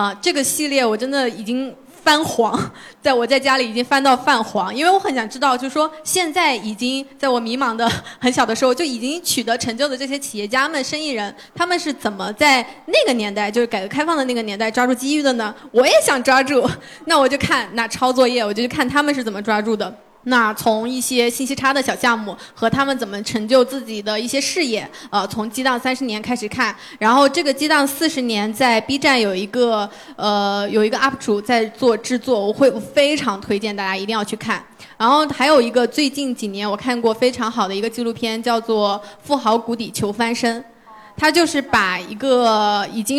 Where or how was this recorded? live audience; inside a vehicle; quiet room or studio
live audience